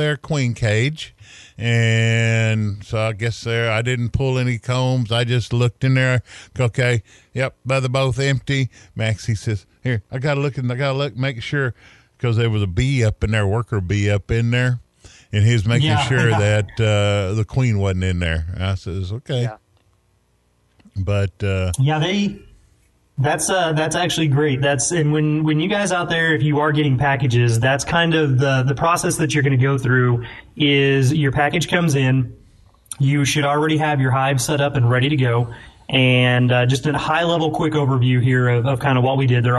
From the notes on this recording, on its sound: The guys are forced to do their first ever episode via Teleconference and they aren't so sure they like it all that much. Despite all the crazy COVID19 restrictions and hurdles.